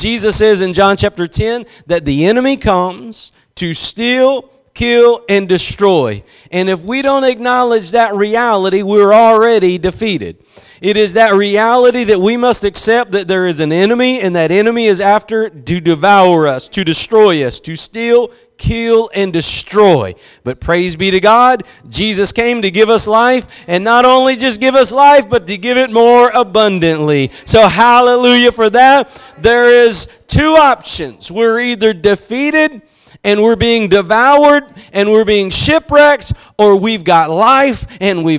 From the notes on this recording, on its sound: Preached at Gospel Lighthouse in Bossier City, La.